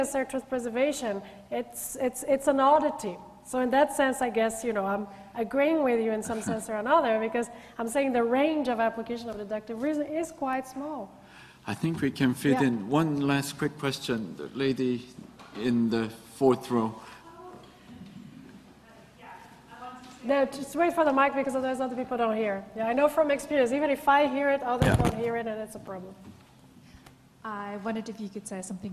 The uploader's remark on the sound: gives a public lecture